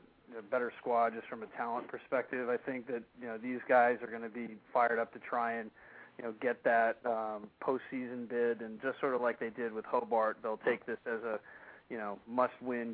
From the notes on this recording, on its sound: The ONLY weekly call in show devoted to in-depth and exclusive coverage and analysis of Liberty League college football.